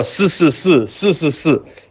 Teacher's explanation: Но в Гуандуне они не выговаривают часто «ш», и у них все «с-с-с», «с-с-с»